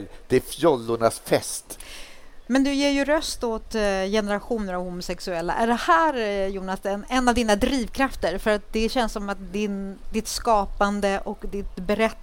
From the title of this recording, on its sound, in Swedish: LIVE från Stockholms Kulturfestival